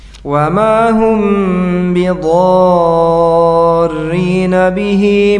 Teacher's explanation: mim sukun selanya ba, ikhfa syafawi ditahan dulu dua harokat